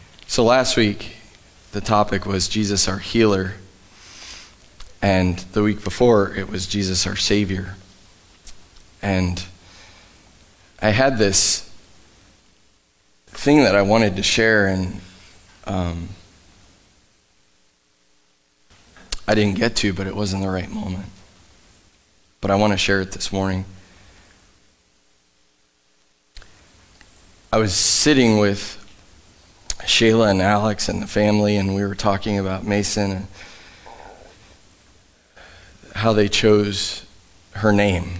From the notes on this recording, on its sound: Live from The Summit Church in Dover, OH